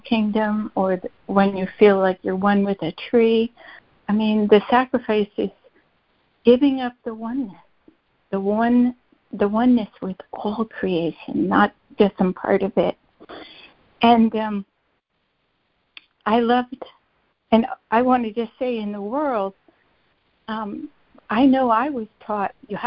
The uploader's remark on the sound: ACIM Daily Conference Call.